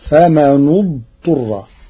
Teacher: قرأ ورش كلمتي فمن اضطر بضم النون المكسورة لضم ثالث الفعل بعدها فتصير فمن اضطر.